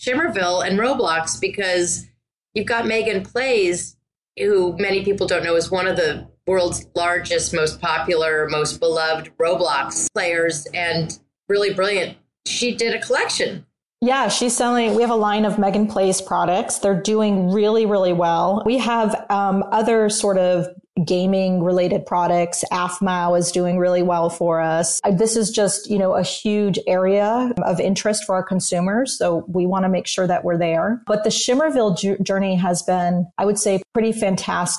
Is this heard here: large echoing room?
no